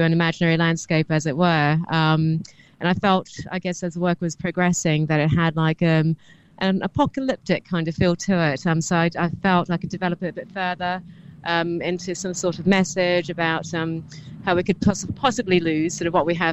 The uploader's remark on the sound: The Bloomsbury Festival Art Competition 2022. On Bloomsbury Radio at a private view of their exhibition at Spaghetti House gallery.